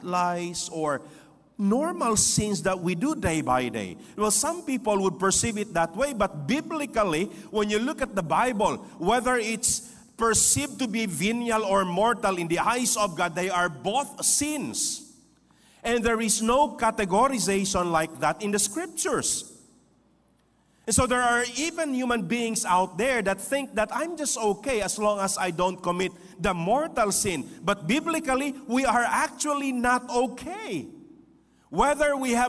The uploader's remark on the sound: This podcast was recorded live last October 1, 2023 at Zamboanga City Alliance Evangelical Church.